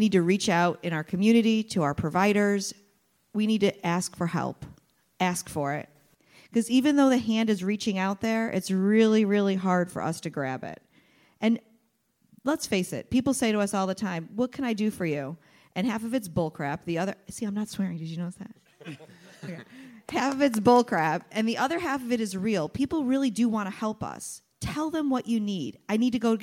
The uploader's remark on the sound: Live recording of the Psych Central Show at HealtheVoices 2018.